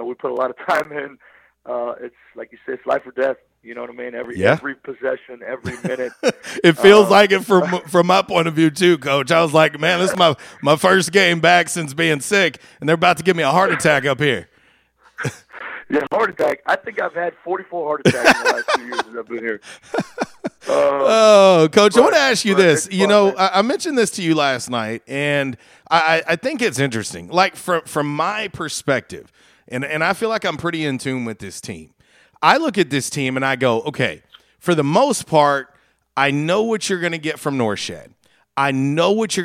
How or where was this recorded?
phone line